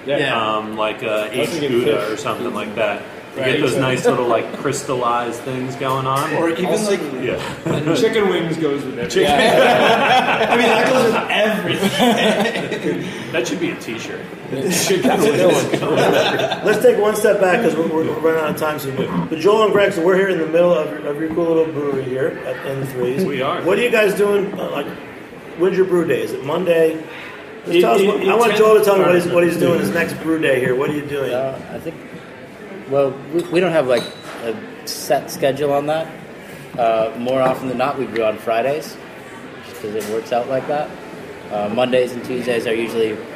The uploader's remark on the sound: Recorded in March at Threes Brewery